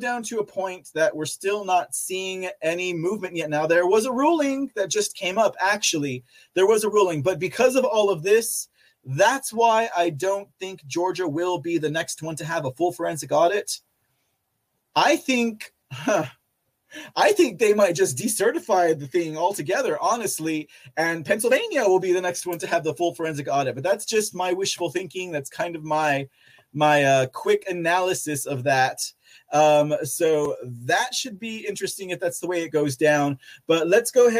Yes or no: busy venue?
no